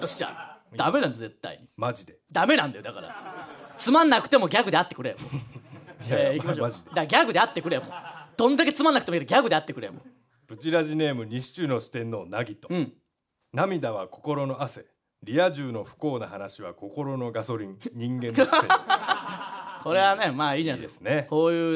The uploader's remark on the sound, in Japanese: リスナーの前で、TBSラジオのスタジオ内にて公開収録。